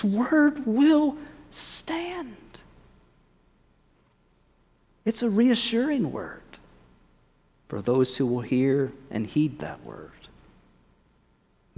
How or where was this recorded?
large echoing room